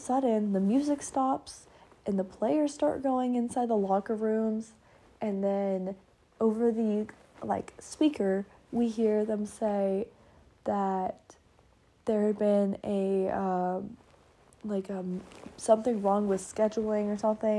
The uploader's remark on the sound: Sorry about the background noise I was laying in bed.